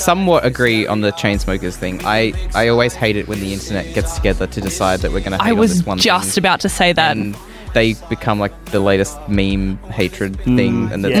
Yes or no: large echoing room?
no